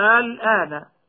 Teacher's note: وبالاستماع إليهما نجد الهمز ممدودا وبعده سكون · Term: اللازم الكلمي المخفف